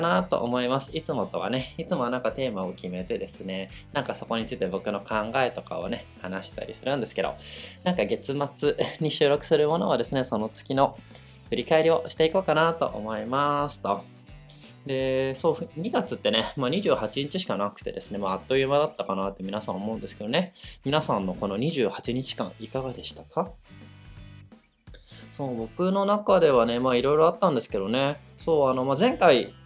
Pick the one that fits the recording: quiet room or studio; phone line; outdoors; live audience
quiet room or studio